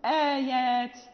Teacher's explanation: إذا جاء بعدها ألف مثلا نقول آيات، نقول آيات، لا نقول آيات، آيات، يعني الهمزة لابد أن تكون مرققة منسفلة